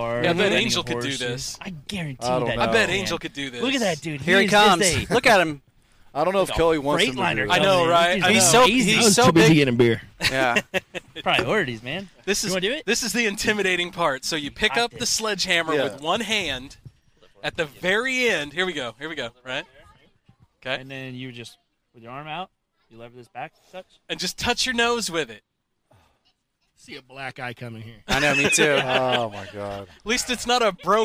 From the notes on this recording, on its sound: The boys take the show on the road and record at Last Flight Brewing Company in Jefferson City!